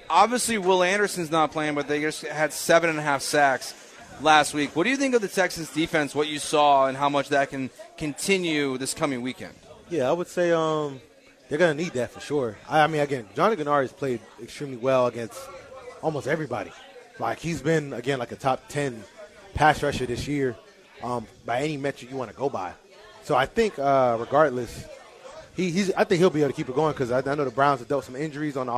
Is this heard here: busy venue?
yes